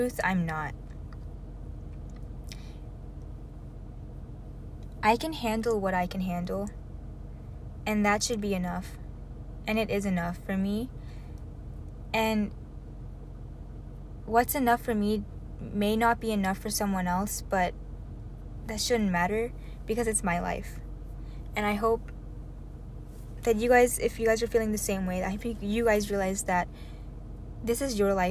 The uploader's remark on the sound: Another one in my car.